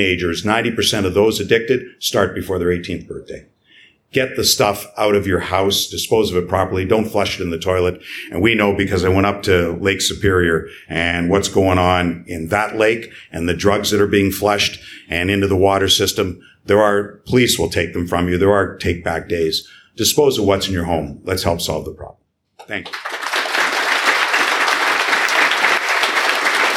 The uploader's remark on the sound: LIVE from the LCA. Our first ever recording in front of a LIVE audience.